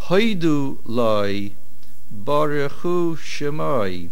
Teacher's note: The word Loi pushed back the accent from Du to Hi. · Term: Nasoig Achor